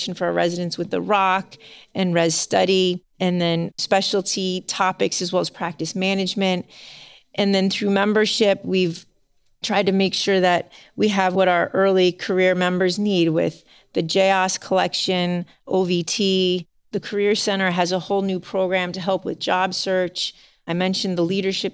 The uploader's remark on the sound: In-person interview recorded at the AAOS 2024 Annual Meeting.